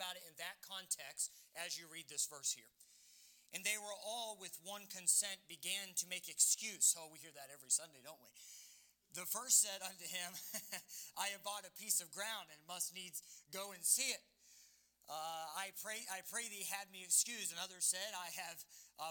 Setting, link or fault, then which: setting, large echoing room